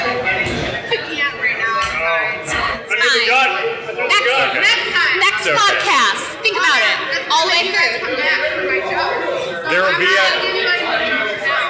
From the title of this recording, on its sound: Live at Mortalis